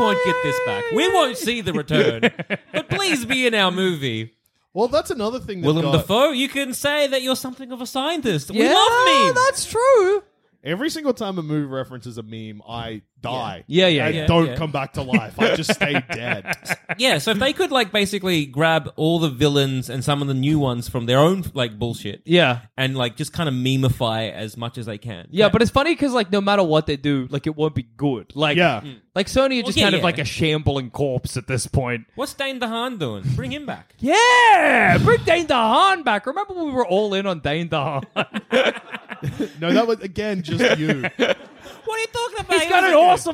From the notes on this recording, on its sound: (Live). Recorded live on Monday 27th June at the Retreat Hotel. This episode worked well live and the audience didn’t rush the stage.